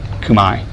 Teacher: C-U-M-A-E. And the I sound is the A-E diphthong in Latin